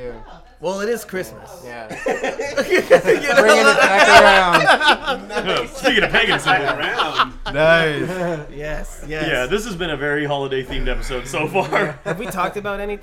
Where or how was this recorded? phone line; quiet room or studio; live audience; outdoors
live audience